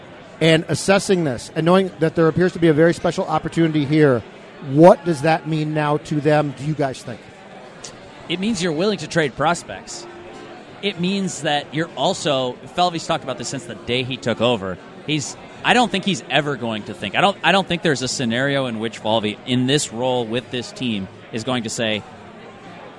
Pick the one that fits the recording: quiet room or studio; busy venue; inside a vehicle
busy venue